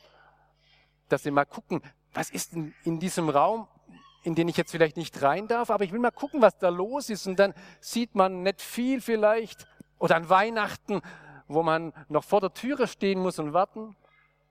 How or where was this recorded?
large echoing room